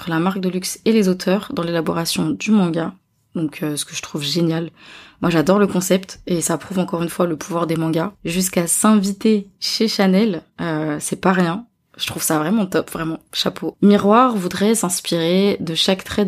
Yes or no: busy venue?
no